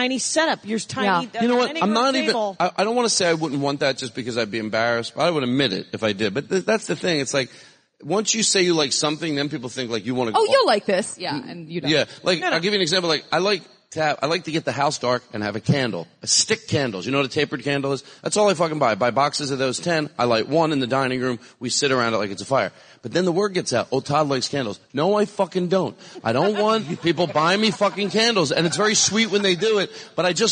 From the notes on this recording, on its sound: Live at Sketchfest. I did a live Dork Panel.